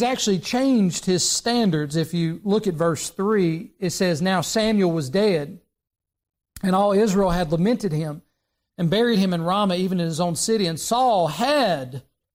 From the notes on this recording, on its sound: during the Sunday morning service on November 29, 2023, at Southside Baptist Church in Mount Airy, NC.